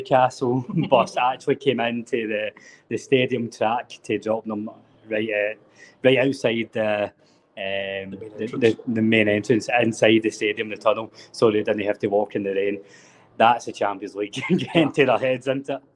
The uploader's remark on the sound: Live from Gateshead. Live from the Gateshead International Stadium!